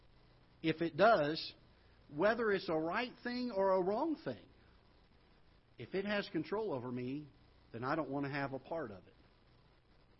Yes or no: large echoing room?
yes